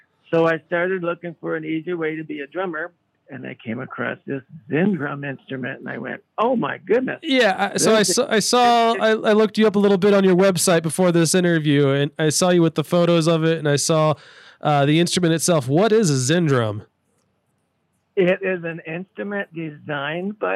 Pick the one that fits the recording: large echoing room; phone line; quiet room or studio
phone line